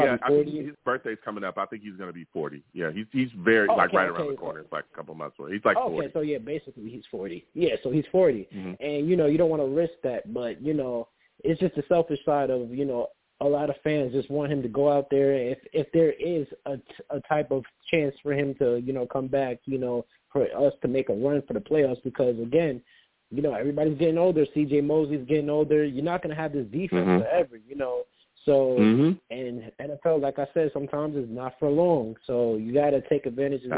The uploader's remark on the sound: I take live callers!